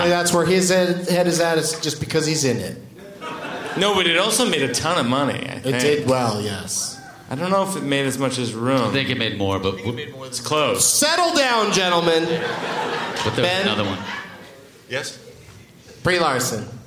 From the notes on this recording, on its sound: Live from the Gramercy Theatre in New York